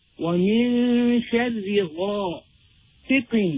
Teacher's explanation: the ghain holding a fatha, followed by the alif madiyya, is known as the highest level of fullness. So this should be very full.